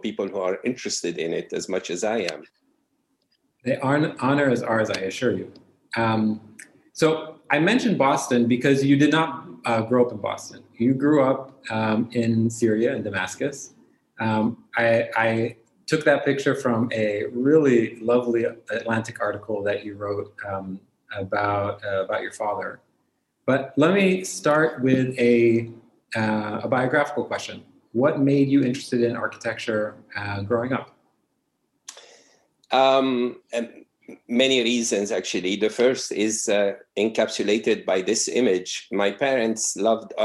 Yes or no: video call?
yes